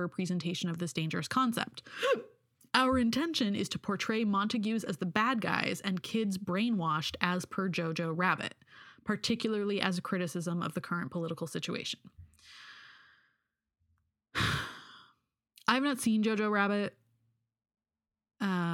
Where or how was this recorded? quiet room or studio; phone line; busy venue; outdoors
quiet room or studio